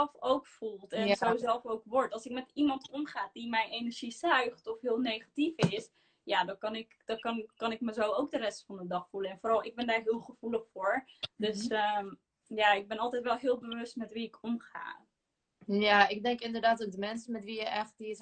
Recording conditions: video call